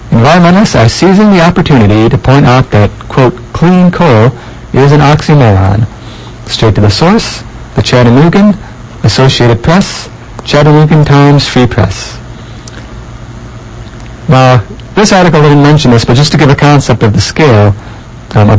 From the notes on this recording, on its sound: inexplicable muffling and peaking of today’s audio